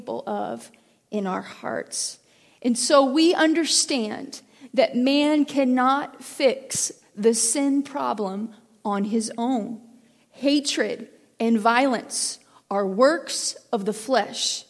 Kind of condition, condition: setting, large echoing room